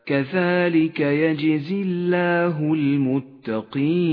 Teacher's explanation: رققت اللام في لفظ الجلالة لأنها سبقت بحرف مكسور · Term: لام لفظ الجلالة المرققة